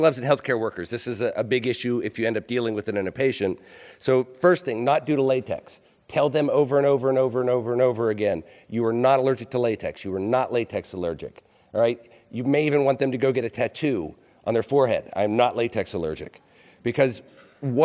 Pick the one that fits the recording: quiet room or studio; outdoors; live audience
live audience